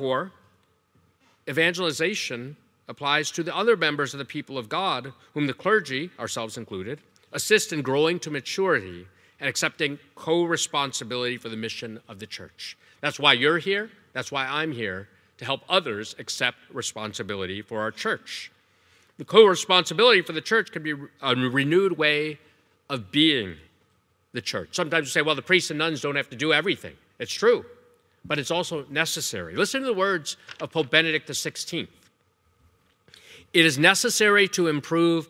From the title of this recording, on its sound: Evangelization Leadership Conference Keynote Talk